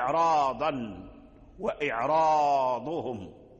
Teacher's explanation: فهذا يعني الراء تقدم عليه كسر، وهي كسر الهمزات، والسكون ليس بحاجز، سكون العين أو كذا ليس بحاجز، ولكن السبب الذي جعل الراء يقرأها واصل بالتفخيم هو وقوع بعد الراء ضاد، والضاد من حروف الاستعلاء، وهو من الحروف القوية الغليظة المفخمة، فلما كان الضاد جلب أو منع الراء من الترقيق، وإن وقع قبل الراء سبب من أسباب الترقيق وهو الكسر.